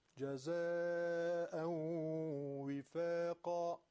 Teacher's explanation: معلوم میشه که صدای من از تو خیشوم هم داره میاد، غنه شو دارم میارم که وقتی که بینیم و یه لحظه گرفتم صدا عوض شد.